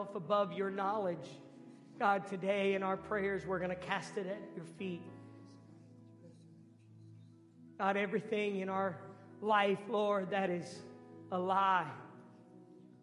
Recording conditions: large echoing room